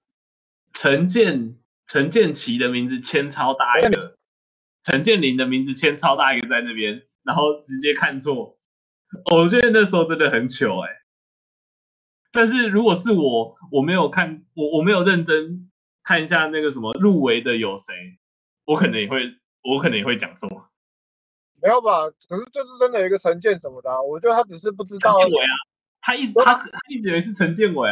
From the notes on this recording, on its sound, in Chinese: 音質爛到炸